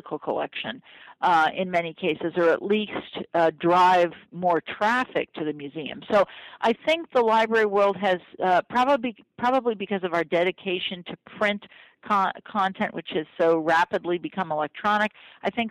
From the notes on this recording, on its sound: got on the phone